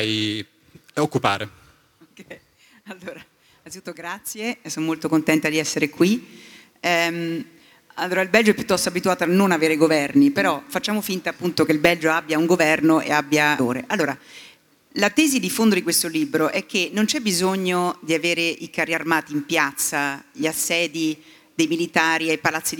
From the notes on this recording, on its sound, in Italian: In una puntata speciale live registrata al Talk del Post a Faenza. In una puntata speciale live registrata al Talk del Post a Faenza.